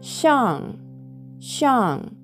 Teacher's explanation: 上という文字は shang 第4声上から下に急降下する音 sh で始まっているので反り舌音になります口の中で舌を巻き上げてその両脇から息を漏らすようにしてシュッと発音してくださいシャンシャン2つ目の文字ウ」これ